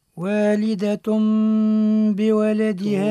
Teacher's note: اللي هو قلب التنوين ميما · والقلب عند الباء بغنة · Term: الإقلاب